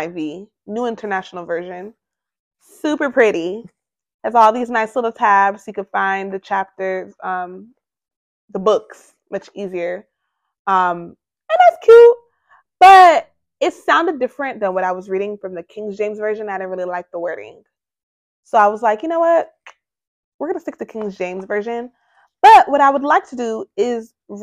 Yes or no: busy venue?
no